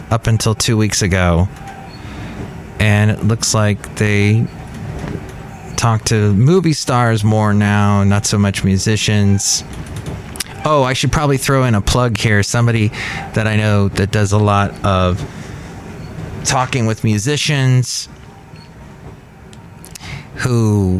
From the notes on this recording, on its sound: podcasts live from Café Anyway